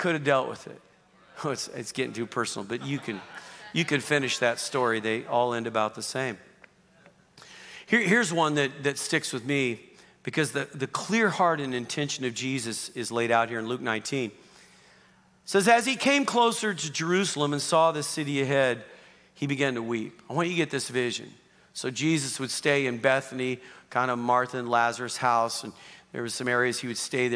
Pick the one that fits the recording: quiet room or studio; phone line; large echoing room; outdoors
large echoing room